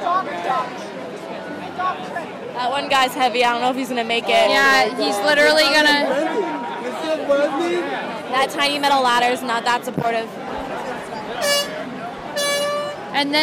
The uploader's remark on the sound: A team of Northwestern students went out to capture the sounds of the celebration when the Cubs brought the championship trophy home.